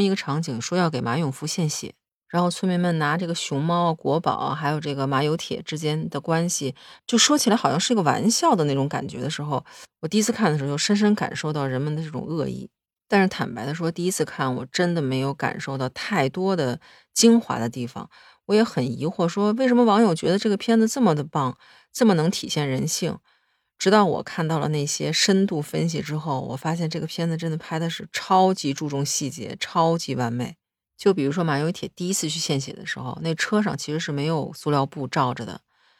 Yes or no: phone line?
no